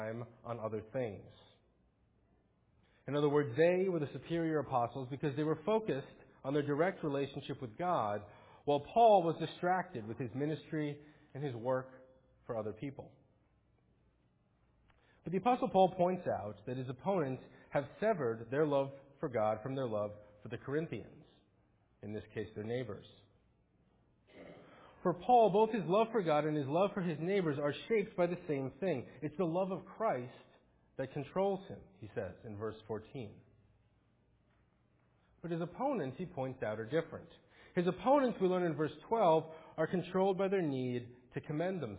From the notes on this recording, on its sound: Faith Presbyterian Church – Morning Service